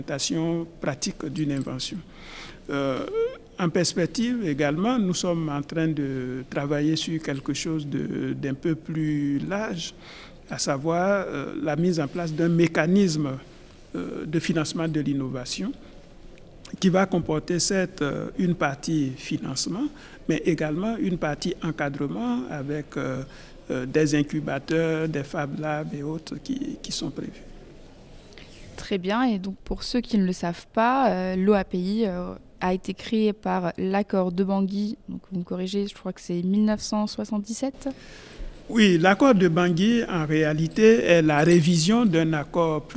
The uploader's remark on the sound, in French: Cet épisode a été enregistré en marge de la réunion annuelle de l’INTA à Singapour en mai 2023.